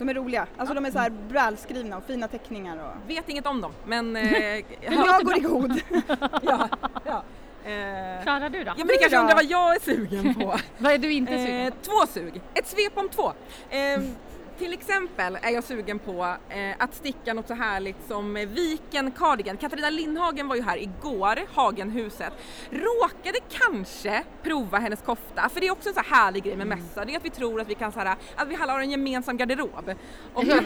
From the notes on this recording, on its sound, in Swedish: Live på Stockholmsmässan. Tre mammor och en välstämd ukulele tog ton på Sy- och hantverksfestivalen i Stockholm.